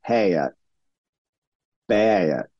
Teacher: The A vowel can become two parts in the South. · Term: ash breaking